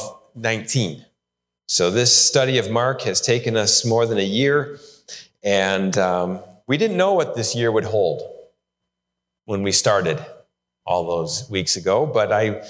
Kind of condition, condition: setting, large echoing room